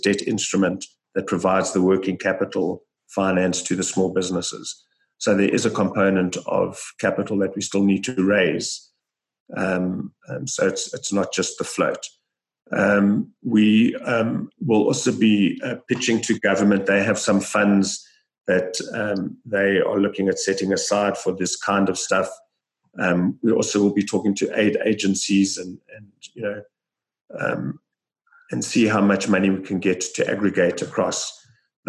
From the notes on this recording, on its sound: Listen to the full online Zoom call.